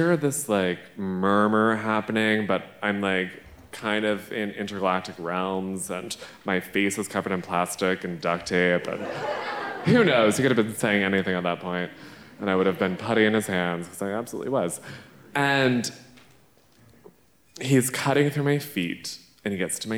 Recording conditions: live audience